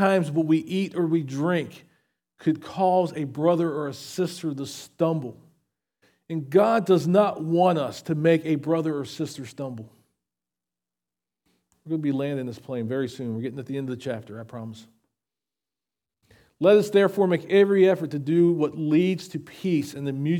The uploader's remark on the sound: SVBC Morning Service. Recorded at Shenandoah Valley Baptist Church on Oct 08, 2023.